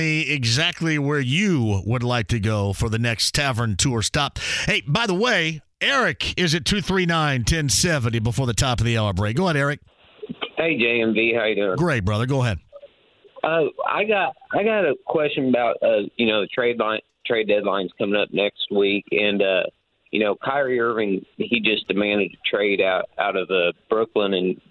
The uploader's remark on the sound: Turns to the phone line. Taking some calls from listeners.